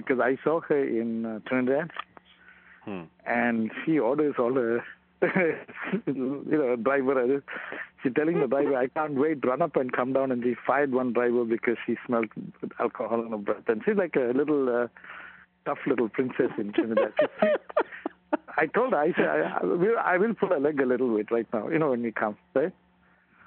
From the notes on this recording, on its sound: The audio of a phone call. Used as evidence in the insider trading case.